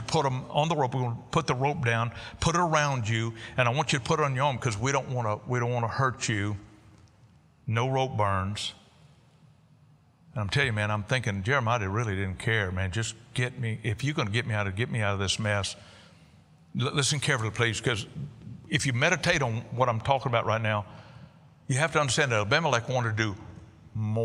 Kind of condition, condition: setting, large echoing room